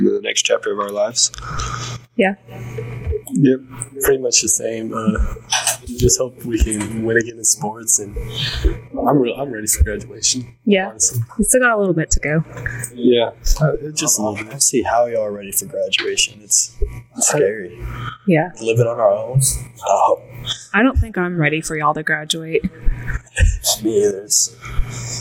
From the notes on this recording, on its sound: This is the first podcast, so the audio is a little off.